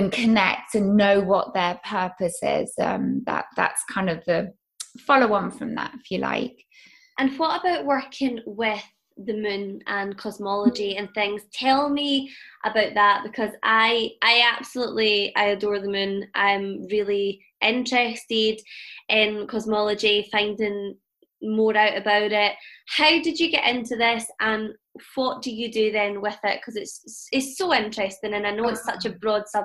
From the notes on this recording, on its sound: My first Zoom episode. As she joins me from her home in England.